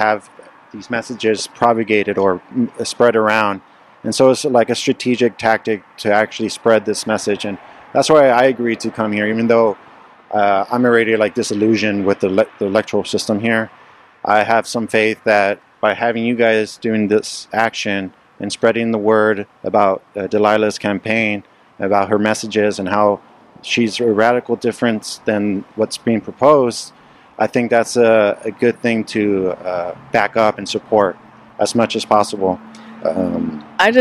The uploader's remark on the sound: We were located outside the UTRGV Edinburg campus where Democrat … and Republican … were performing their one and only so-called “debate”.